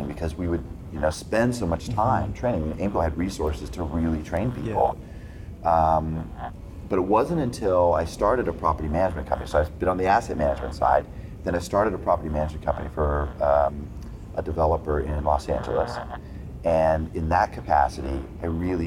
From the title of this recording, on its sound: LIVE at Optech